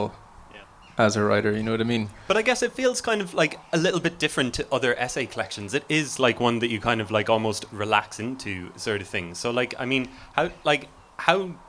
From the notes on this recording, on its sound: Live at Crosstown Drift. A live recording, from O'Mahony's of Watergrasshill during the Mystery Bus Tour of Crosstown Drift litfest.